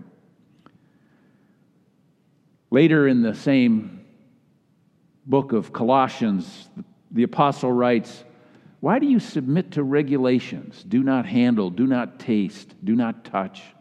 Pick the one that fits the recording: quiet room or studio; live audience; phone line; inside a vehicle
live audience